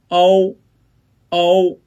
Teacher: 起点元音的 O 比单元音 O 舌位略高、略前、唇形略圆 · Term: 复韵母 O · IPA: [ou]